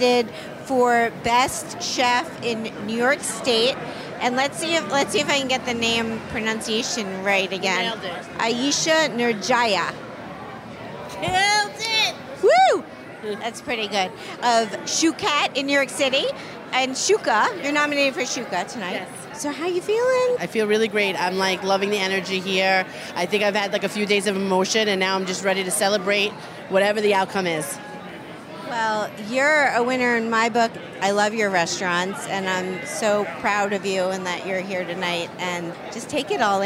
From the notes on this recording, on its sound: "On the Road" at the 2022 James Beard Awards in Chicago.